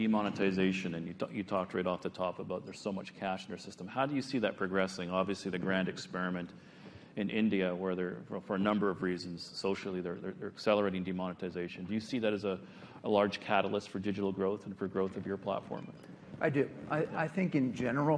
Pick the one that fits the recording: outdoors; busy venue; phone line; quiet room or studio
busy venue